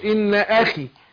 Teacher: الخاء هنا المكسورة بتاخد ادنى درجات تفخيم